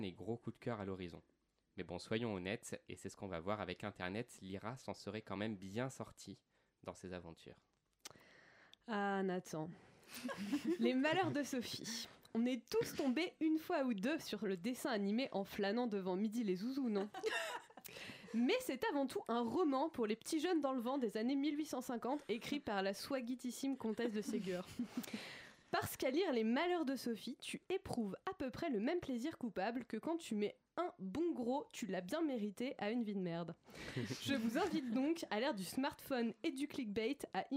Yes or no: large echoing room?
no